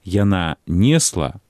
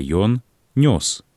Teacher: У формах мужчынскага роду гук «э» пераходзіць у гук «о».